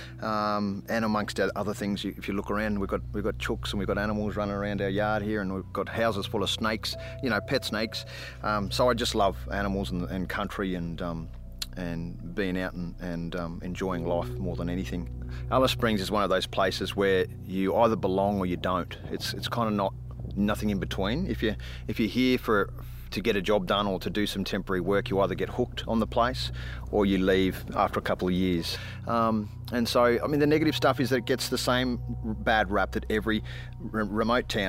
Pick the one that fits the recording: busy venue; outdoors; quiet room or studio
outdoors